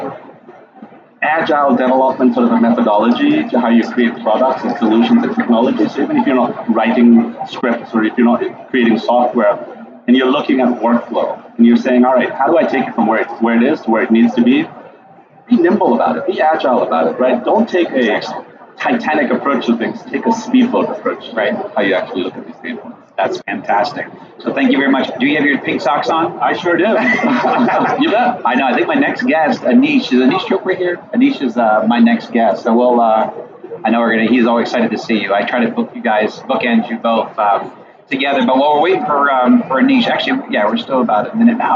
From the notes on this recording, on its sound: at The HIMSS18 Conference